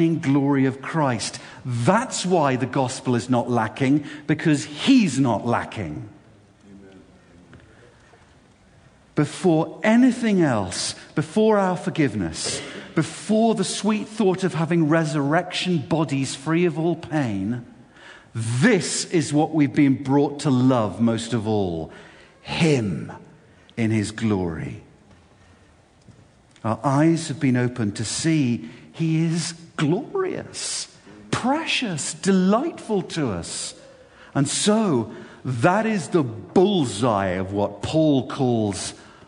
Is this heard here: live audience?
yes